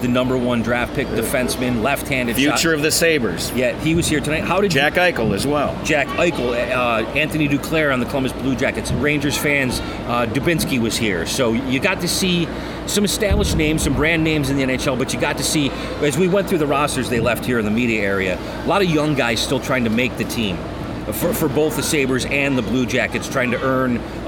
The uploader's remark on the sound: Clinton Arena Hockeyville USA. Inside the Clinton Arena at the NHL preseason game between the Buffalo Sabres and the Columbus Blue Jackets which is part of the Hockeyville USA festivities in Clinton, NY.